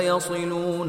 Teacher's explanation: the sad has tafkhim, but the tafkhim is at the lowest level because of the kasra